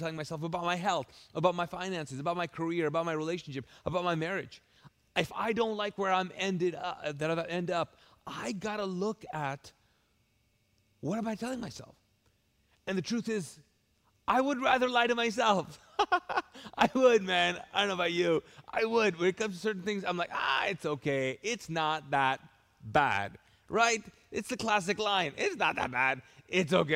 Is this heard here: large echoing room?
yes